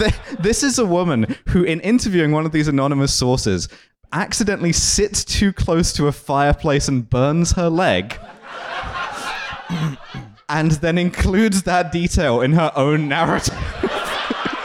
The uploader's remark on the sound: Trashfuture Live. LIVE at Between The Bridges.